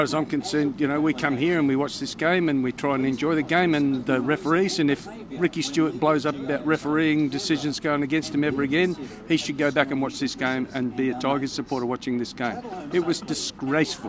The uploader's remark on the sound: The Greenhouse Live was there! On location at Canberra Stadium, right after the game.